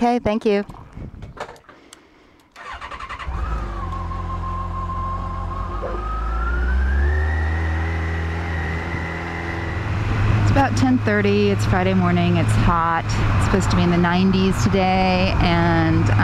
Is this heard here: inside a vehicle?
yes